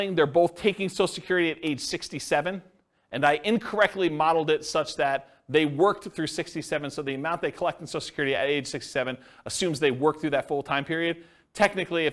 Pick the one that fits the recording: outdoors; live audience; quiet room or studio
live audience